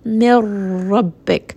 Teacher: Specifically, it is lam and ra, which are the letters of إدغام without غنة، meaning that there is going to be no noon sound here. Simply merge that noon sound into the ra.